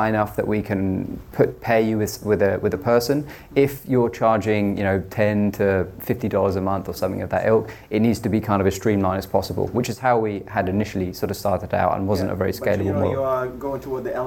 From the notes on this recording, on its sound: This episode was recorded live at GoSquared's fifth London SaaS event.